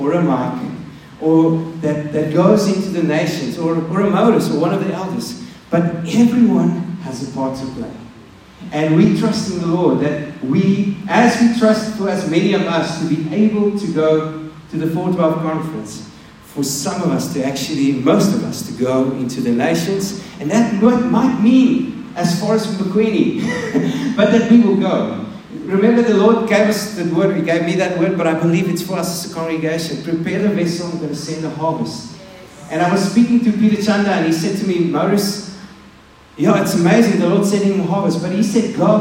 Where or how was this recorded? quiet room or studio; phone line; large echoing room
large echoing room